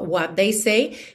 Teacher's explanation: What they, a gente já junta num som só